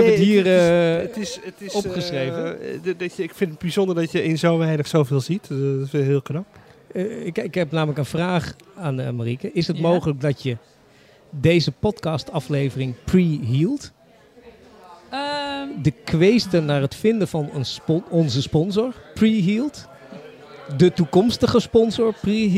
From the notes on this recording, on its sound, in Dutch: Opgenomen in kunstenaarssociëteit Arti et Amicitae